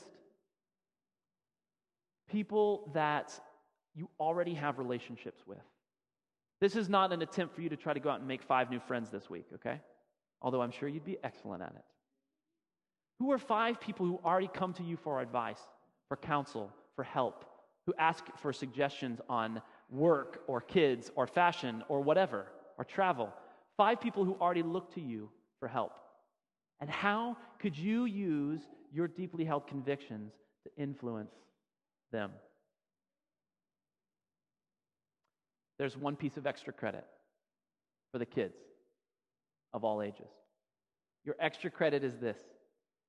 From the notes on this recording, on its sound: Sermon audio from FIBC Copenhagen